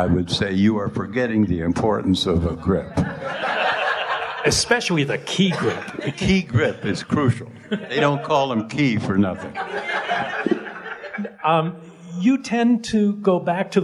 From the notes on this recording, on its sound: LIVE from the Overlook Film Festival. Live edition of Post Mortem from the Overlook Film Festival in Oregon in front of a standing-room only audience.